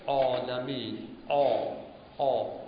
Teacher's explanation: موقع گفتن عین گفتیم شما کاملا به ته حلقتون فشار میارید